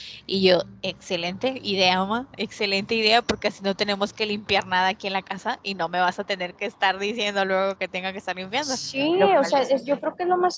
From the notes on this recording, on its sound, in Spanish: En el que grabamos desde Starbucks. De antemano les piden disculpas por el sonido del podcast.